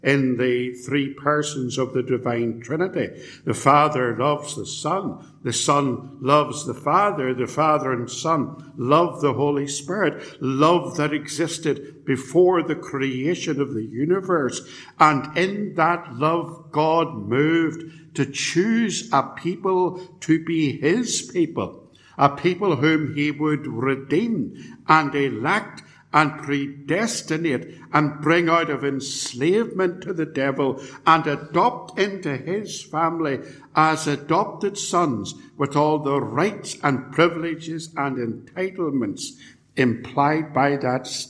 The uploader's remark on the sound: A sermon preached at Ballymacashon and Templepatrick Reformed Church, and recorded at Templepatrick.